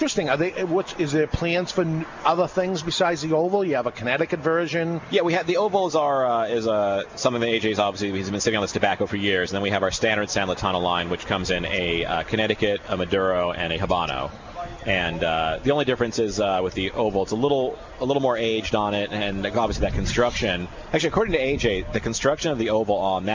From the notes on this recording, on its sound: We're live at the New England Cigar Expo